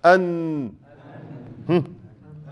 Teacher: طرف اللسان مع ما يليه من لثة الأسنان العليا · Term: حرف النون